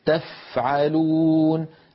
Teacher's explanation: لكن تفعلون نفس الفاء الساكنة همسها أوضح